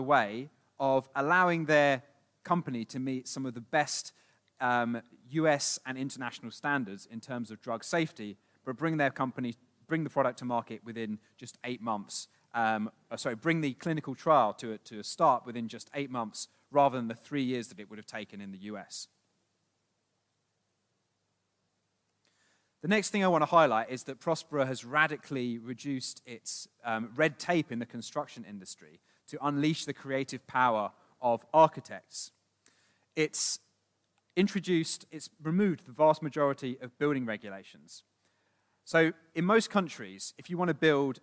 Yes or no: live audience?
yes